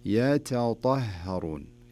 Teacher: حرف التاء من حروف الهمس وحروف الاستفهال، والطاء من حروف الإطباق ومن حروف الاستعلاء